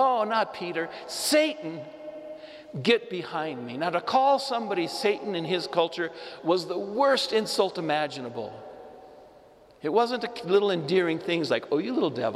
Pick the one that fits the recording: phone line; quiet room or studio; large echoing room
large echoing room